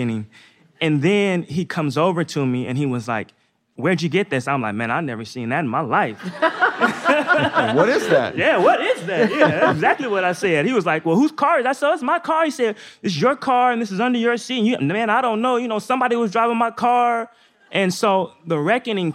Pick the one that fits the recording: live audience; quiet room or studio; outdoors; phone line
live audience